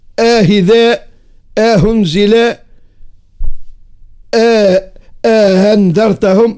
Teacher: يقرأ به في جهات في تونس وفي المغرب الأقصى، يسهلوا بينه وبين الهاء في الأنواع الثلاثة: آهذاء، آهنزلاء، آهنذرتهم، أكبين الهمزة والهاء. · Term: التسهيل